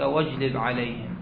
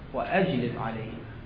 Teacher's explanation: أما عندنا الخطأ اللي أكثر صار في عندنا وأجلب، هنا الهمزة همزة قطع وليست همزة وصل · Shown in: second take · ما أقول بصوتك واجلب عليهم، واجلب عليهم غلط، وأجلب عليهم واضح.